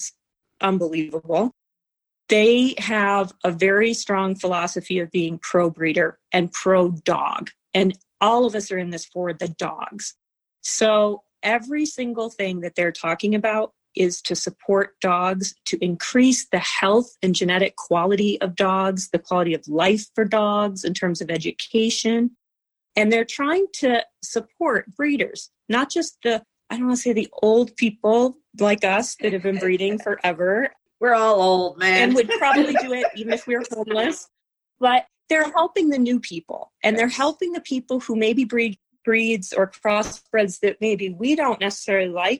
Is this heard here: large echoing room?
no